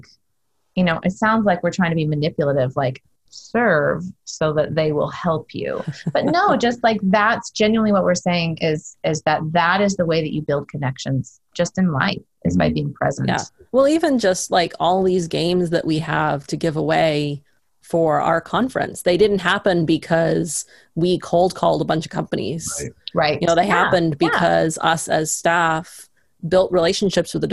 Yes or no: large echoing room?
no